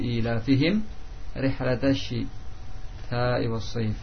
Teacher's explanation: Ya, tadi seperti ila fihim rihlatashi ta'i wassayf. Ya, karena mim sukun menghadapi ra, sehingga dibaca dengan izhar tanpa didengungkan